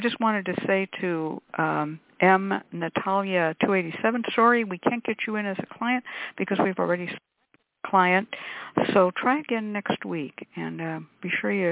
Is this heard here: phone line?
yes